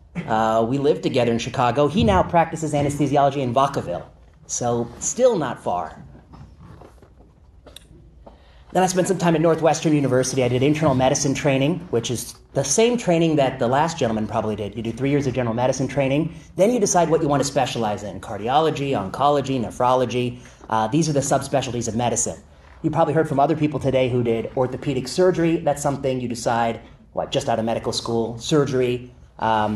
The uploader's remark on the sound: Lecture at UC Berkeley